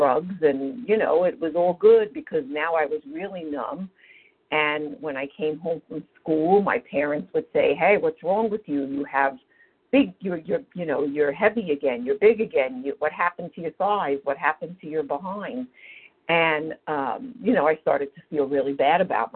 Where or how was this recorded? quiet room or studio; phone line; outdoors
phone line